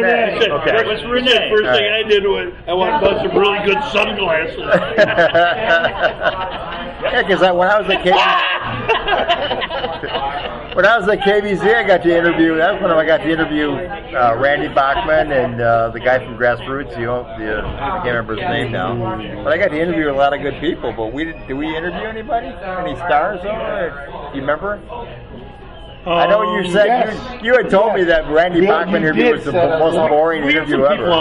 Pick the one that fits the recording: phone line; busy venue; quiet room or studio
busy venue